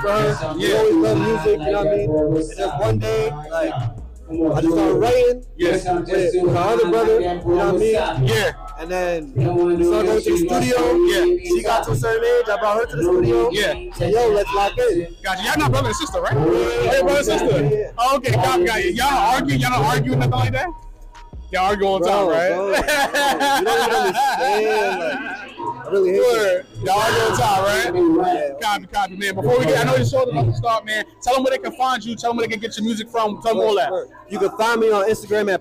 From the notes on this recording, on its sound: Is live at the Tunage Showcase. Allentown Pennsylvania.